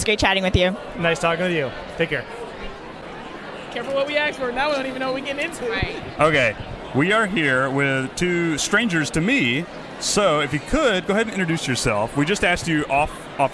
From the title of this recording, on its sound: live from FinCon 2017!